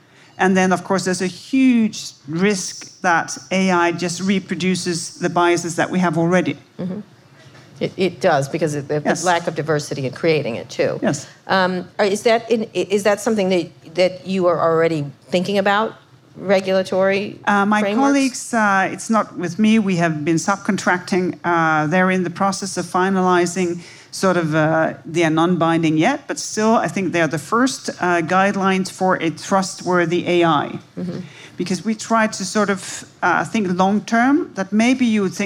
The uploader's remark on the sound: Live at SXSW 2019. In front of a live audience at South by Southwest 2019.